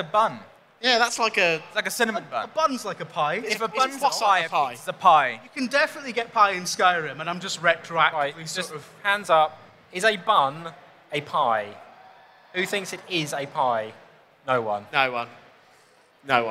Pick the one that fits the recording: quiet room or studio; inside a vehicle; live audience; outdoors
live audience